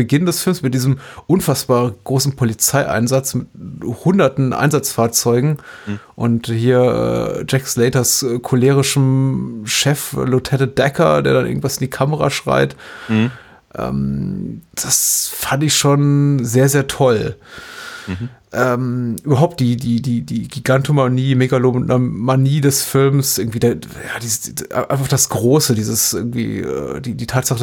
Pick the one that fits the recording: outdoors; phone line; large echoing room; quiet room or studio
quiet room or studio